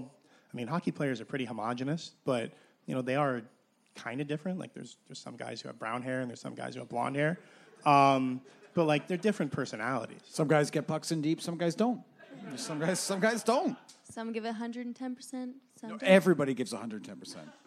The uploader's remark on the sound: at Puck Talks Festival.